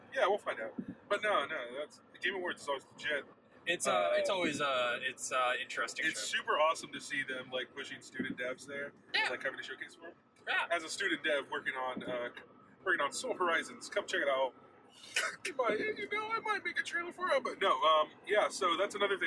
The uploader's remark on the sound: Recording a super short baby episode during their road trip home. Just two strange people in a car talking about video games on the literal road. Sorry for recording in a car.